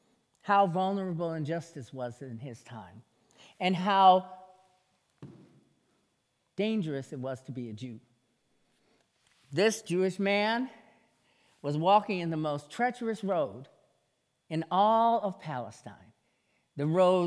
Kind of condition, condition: setting, large echoing room